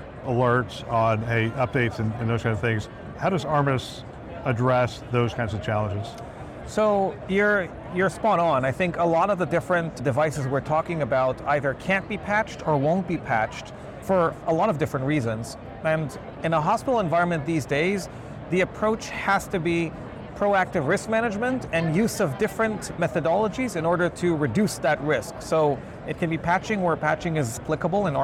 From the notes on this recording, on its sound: an Interview in Action live from HIMSS 2023